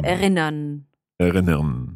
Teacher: So it's best if you don't really pronounce the R at the end. You just make a sound.